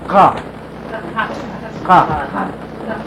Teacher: The very root of your tongue, the base of your tongue, against this, the top, the back of the roof of your mouth. And you get ka. · the ka sound is way back in the roof of the mouth, the soft part